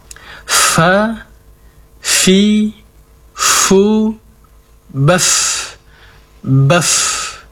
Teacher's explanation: penekanan sifat hamasnya, mengalirnya nafas ketika diucapkan.